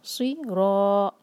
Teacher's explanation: سین نہیں ہے، دیکھیے سود ہے یہ، اس کو ہیوی پڑھیں گے